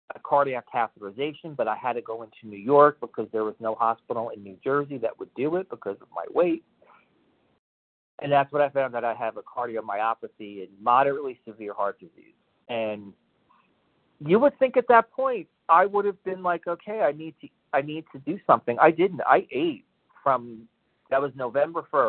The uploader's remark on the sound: 100 Pounders Phone Meeting